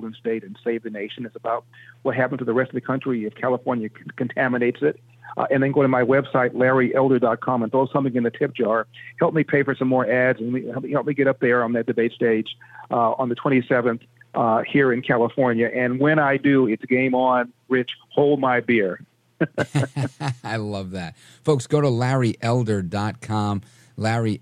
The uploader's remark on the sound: we take your calls in open phones across America